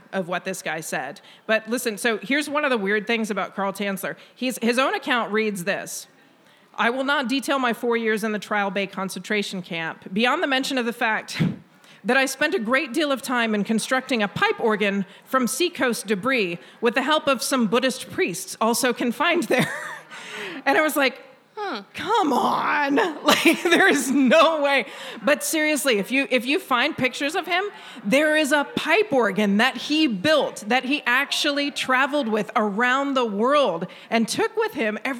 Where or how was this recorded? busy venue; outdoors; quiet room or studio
busy venue